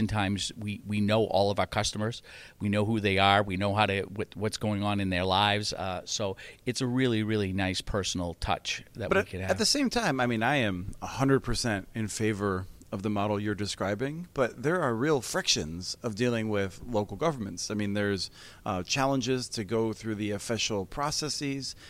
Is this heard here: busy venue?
yes